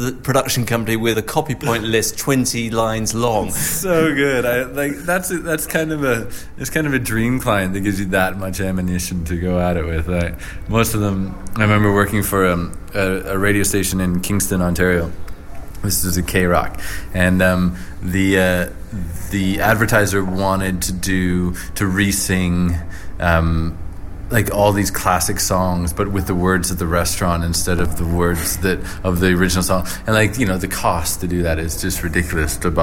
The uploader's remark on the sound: Recorded in a pub, this is the Earshot Creative Review for March 2010.